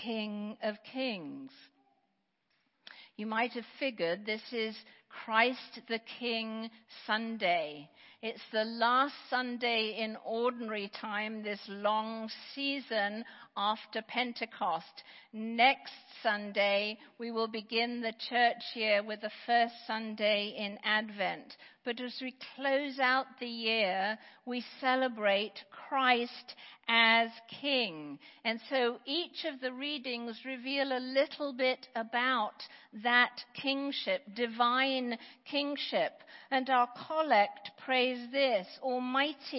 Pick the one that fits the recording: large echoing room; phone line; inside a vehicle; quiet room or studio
large echoing room